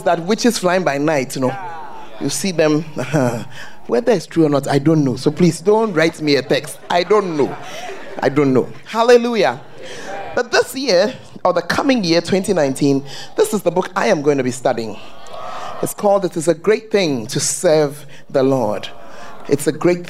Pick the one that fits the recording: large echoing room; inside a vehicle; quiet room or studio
large echoing room